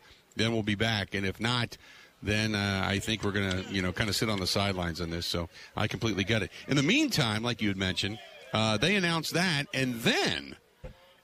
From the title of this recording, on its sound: Live From Super Bowl Radio Row